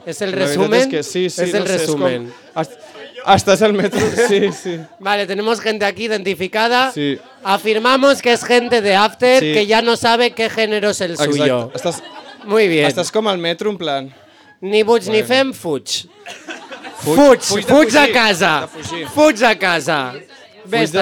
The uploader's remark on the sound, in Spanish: En vivo desde Rouge Cocktail Bar